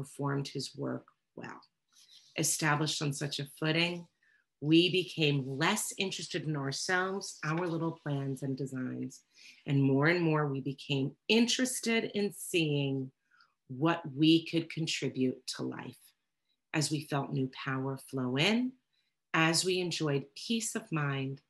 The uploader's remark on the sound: Recorded at Steps 1 - 3 Workshop on June 19th, 2021 Meeting ID: #89009.